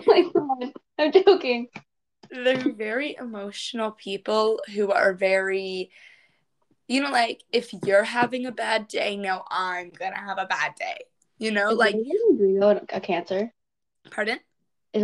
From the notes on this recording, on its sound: Record this episode virtually for the first time! The audio sounds a bit funny.